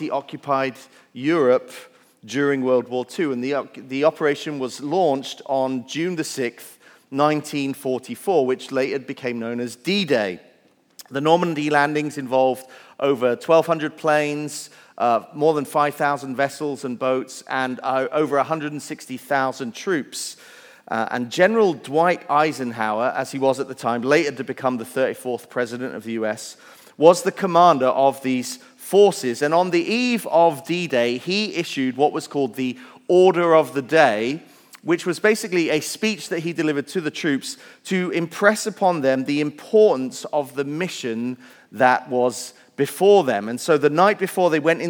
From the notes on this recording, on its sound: Message Preached at Valley Creek Church